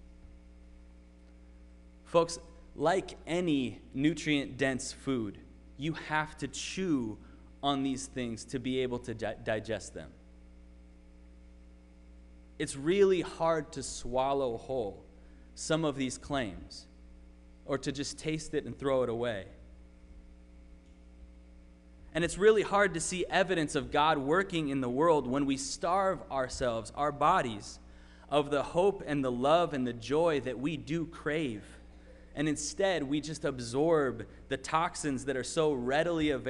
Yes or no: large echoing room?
yes